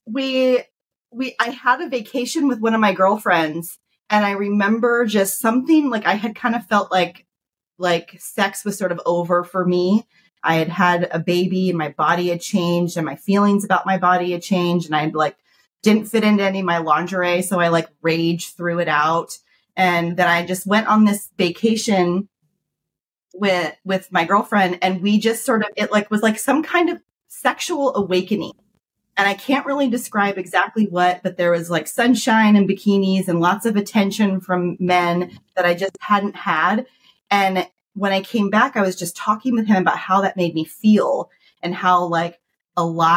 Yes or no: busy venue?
no